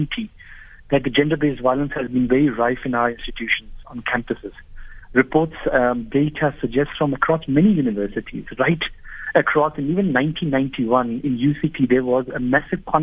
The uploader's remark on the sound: Guest (phone)